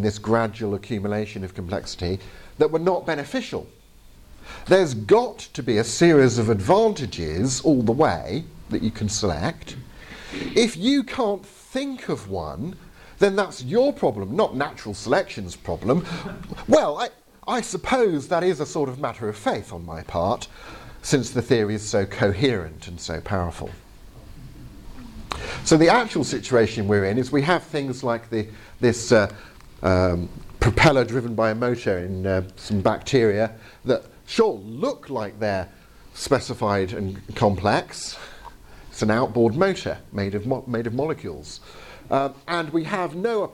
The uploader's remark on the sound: Presentation from the 2022 Veritas Conference ( ), held at The Bible School in Grimstad (BIG - ), Norway.